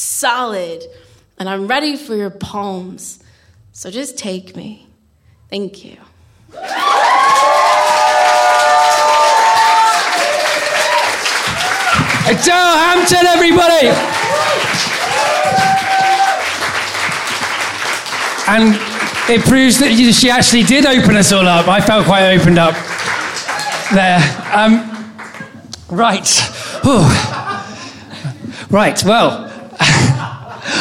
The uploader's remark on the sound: The third of three live recordings from our Tragic Friends live event which took place at the Dogstar, Brixton on the 25th September 2014